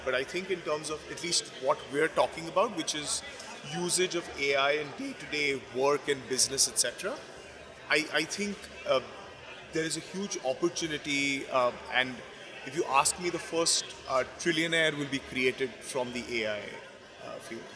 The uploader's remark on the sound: Deconstruct Live at The Real Deal's Miami Forum. We're bringing you an interview we did live.